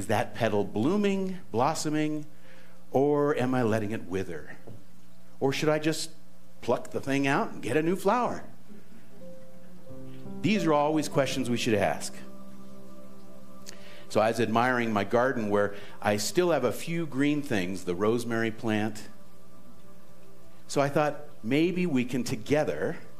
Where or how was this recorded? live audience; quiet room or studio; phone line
live audience